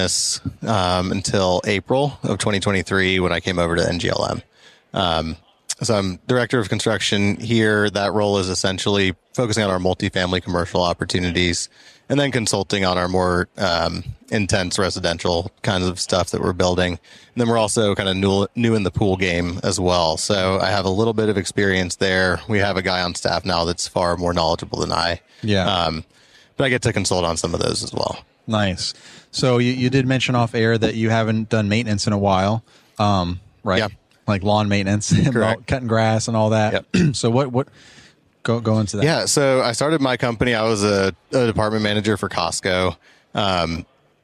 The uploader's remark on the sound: Pod-Row at Synkd LIVE in Atlanta